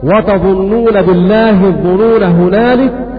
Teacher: قرأ أبو عمرو وحمزة بقصر كلمة الظنون وكلمة الرسول والسبيل بحذف الألف وصلا ووقفا. وهذا معنى قوله وهو في الوقف في حلى يعني القصر وصلا ووقفا وهو في الوقف في حلى.